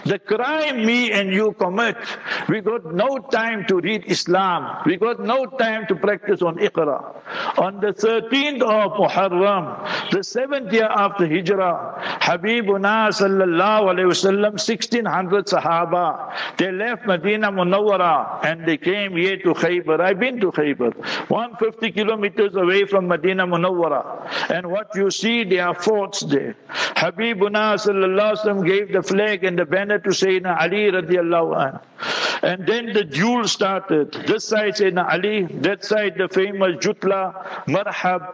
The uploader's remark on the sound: Jumah Lecture at Rainbow Masjid